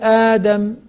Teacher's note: تبدل الهمزة الثانية حرف مد من جنس حركة ما قبلها